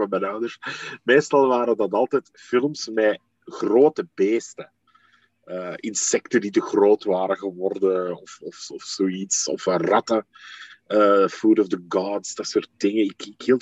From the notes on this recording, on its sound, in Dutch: Het interview werd gedaan via zoom.